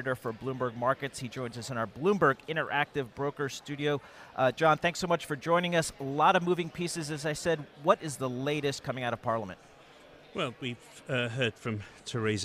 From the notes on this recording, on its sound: Broadcasting Live from Bloomberg's New Energy Finance Forum in NYC.